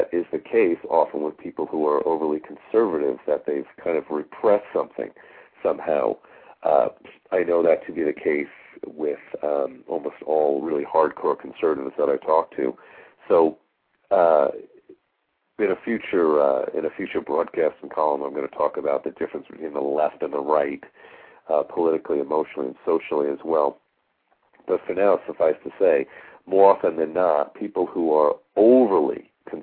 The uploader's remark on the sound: Callers with questions or comments are encouraged to call in live halfway through the show.